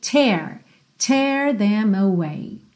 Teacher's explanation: Como se fosse um E com acento agudo. E o T aqui tem aquele t, t, arzinho saindo, ok?